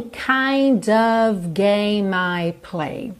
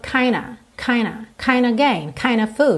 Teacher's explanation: Mas é muito comum essa junção das palavras kind e of soar kinda, kinda. · Shown in: second take